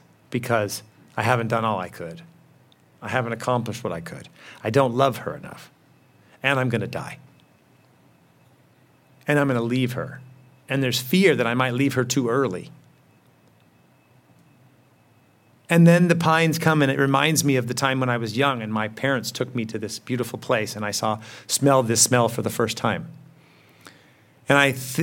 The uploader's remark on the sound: In this episode, we’re bringing you a presentation that was delivered as part of the 2021 Acton Lecture series.